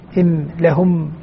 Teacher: الميم تخرج من الشفتين، إم لهم، من بين الشفتين بانطباقهما، فهذا المخرج جعلهم يسمون أحكامها شفوية حتى يميزوا بين أحكامها وبين أحكام النون الساكنة.